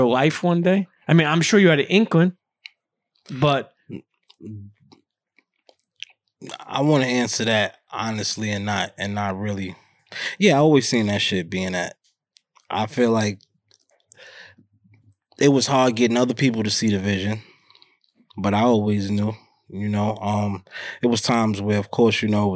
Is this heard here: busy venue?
no